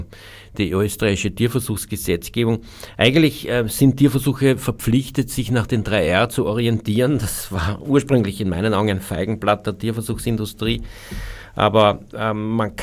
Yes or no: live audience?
no